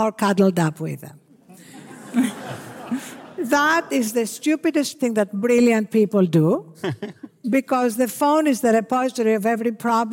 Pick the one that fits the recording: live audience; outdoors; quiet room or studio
live audience